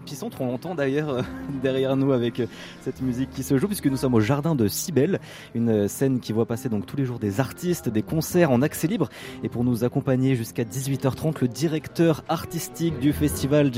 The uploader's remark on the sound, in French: En direct de Jazz à Vienne 2022